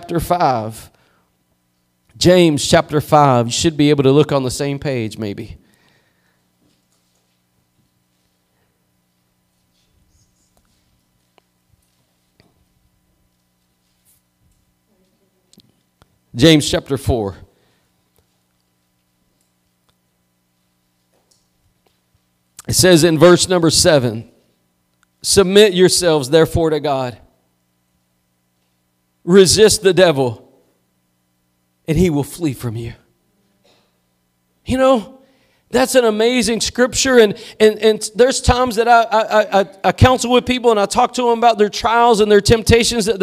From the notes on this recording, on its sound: Preached at Gospel Lighthouse in Bossier City, La.